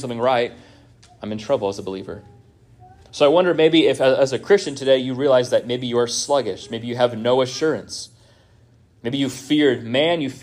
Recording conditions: large echoing room